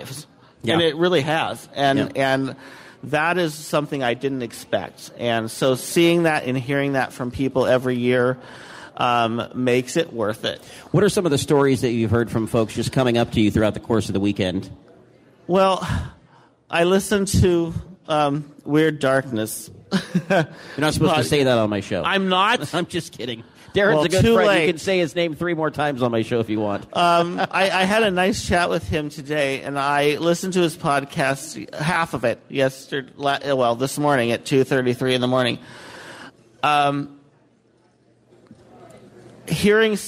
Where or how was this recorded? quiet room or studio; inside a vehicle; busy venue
busy venue